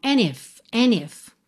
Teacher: você vai perceber que a … junta pelo N mesmo